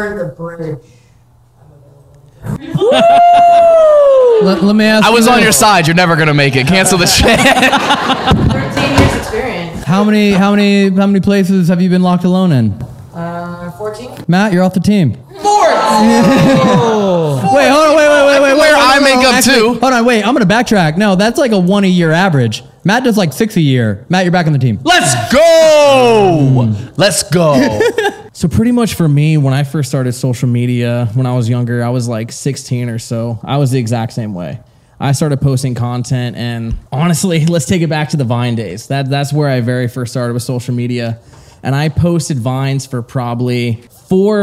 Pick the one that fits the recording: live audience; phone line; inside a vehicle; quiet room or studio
live audience